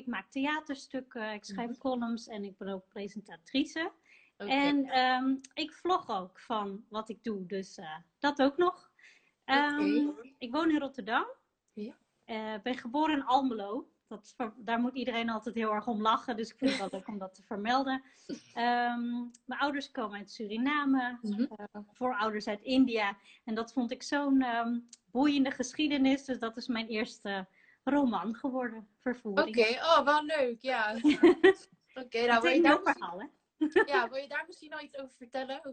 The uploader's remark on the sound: Instagram Live